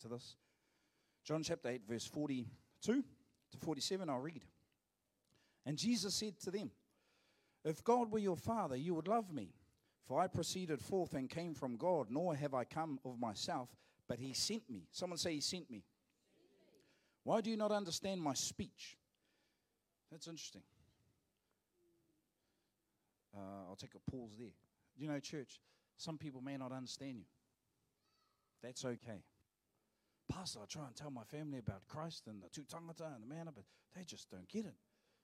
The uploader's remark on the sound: Live From IwiTapu Destiny Church Hawkes Bay